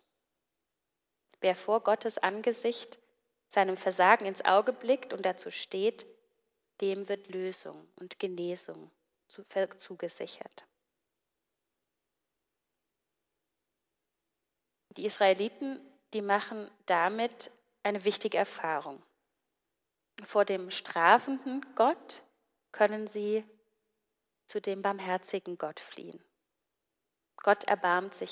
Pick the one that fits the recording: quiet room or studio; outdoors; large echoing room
large echoing room